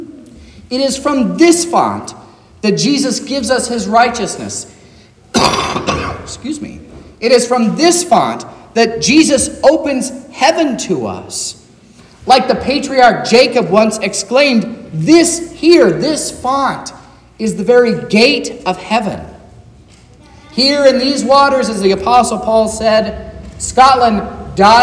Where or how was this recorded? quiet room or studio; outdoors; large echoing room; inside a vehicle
large echoing room